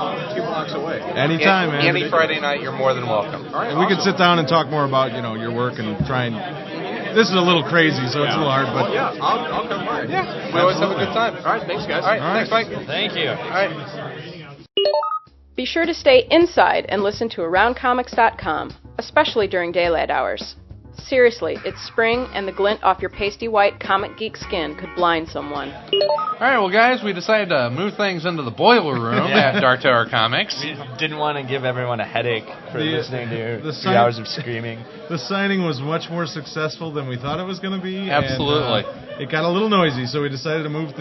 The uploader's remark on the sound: as we record from the first ever Chicago Mini-Con